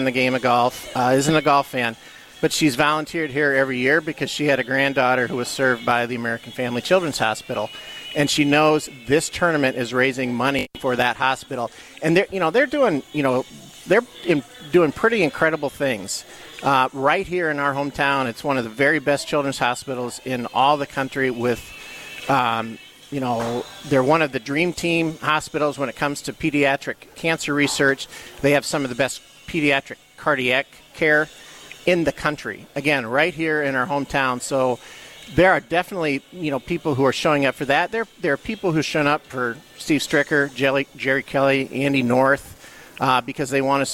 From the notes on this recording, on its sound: Live from the AMFAM Championship.